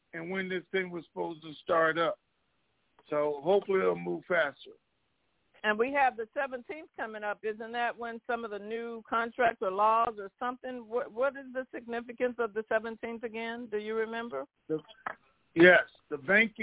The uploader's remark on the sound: TNTSuperfantastic Conference Call